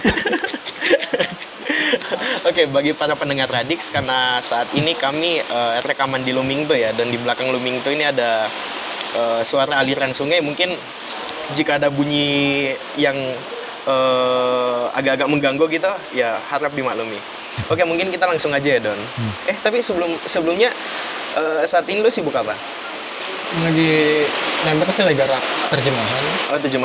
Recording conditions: background noise